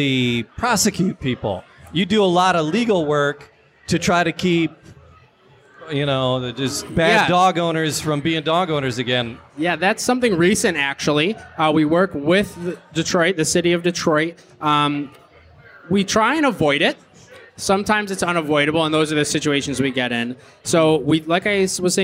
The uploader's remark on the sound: At the Detroit Shipping company for a special live episode. We record out on the balcony of DSC while there is a fundraiser going on to support the Detroit Dog Rescue.